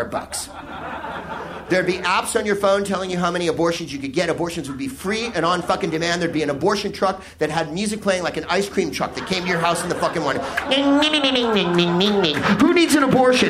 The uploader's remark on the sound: Live from the Soho Theatre in London